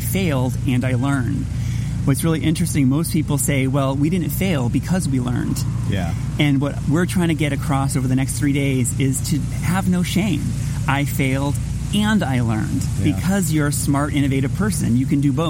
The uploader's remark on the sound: Takes the show on the road for the Innovation Learning Network’s InPerson Meeting (absolutely not a conference) in Sacramento, California, hosted by The Shop at VSP.